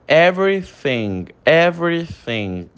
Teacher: quando você vai falar o thing, que é o TH, você coloca a língua entre os dentes